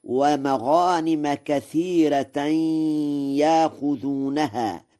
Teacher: بترقيق الراء في كثيرة وإبدال الهمزة حرف مد من جنس حركة ما قبلها في يأخذونها